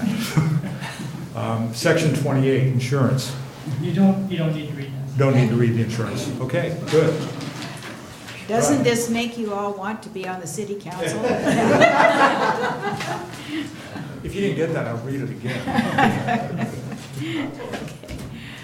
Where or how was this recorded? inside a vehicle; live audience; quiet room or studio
live audience